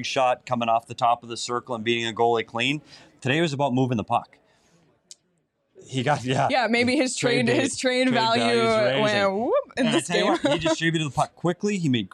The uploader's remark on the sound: broke it all down after the game live from Gila River Arena